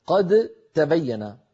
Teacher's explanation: الدال من نفس مخرج التاء · Term: متجانسان